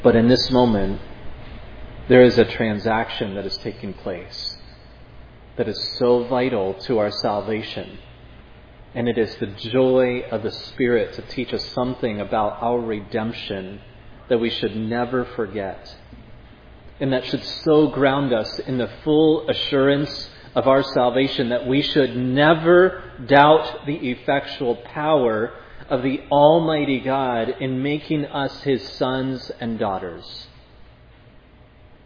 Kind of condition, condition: setting, large echoing room